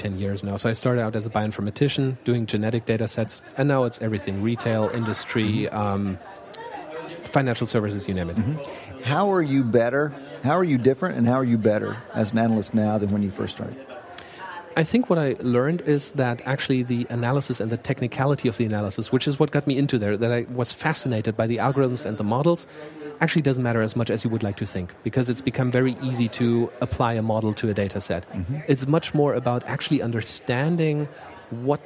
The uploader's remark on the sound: at the Wharton People Analytics Conference